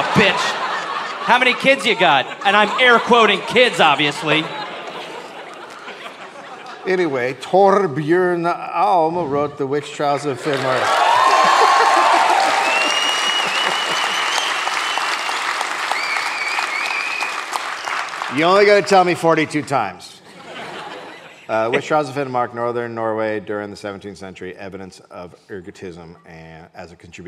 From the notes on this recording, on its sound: Recorded live at Chat Noir in Oslo.